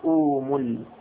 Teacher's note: علة التخفيف أنها حرف شديد من أقصى الحلق، فقالوا أومل. يقول لأن الهمزتين إذا التقتا في كلمة واحدة وثانيتهما ساكنة وجب قلبها بجنس حركة ما قبلها.